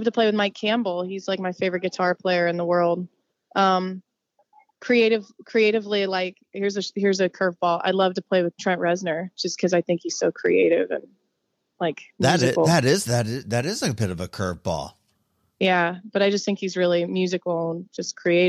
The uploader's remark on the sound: spend some time with her on the phone